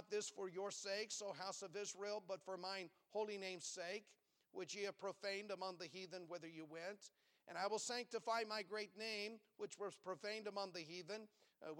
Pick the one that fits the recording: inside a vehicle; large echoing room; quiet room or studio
large echoing room